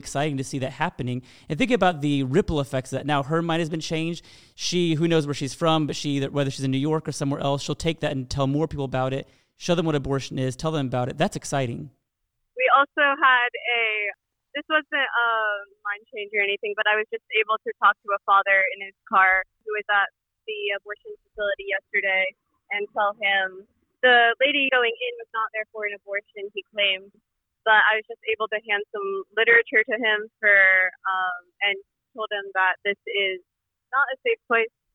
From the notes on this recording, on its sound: debrief with us by phone